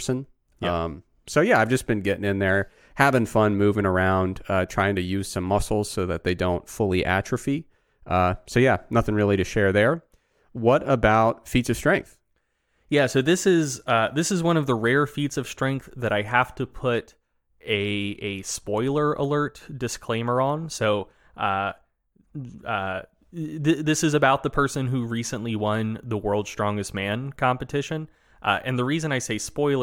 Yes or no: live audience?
no